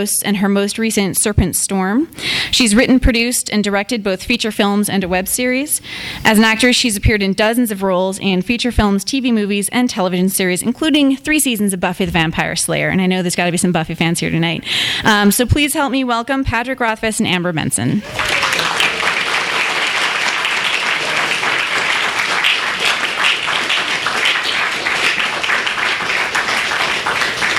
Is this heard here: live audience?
yes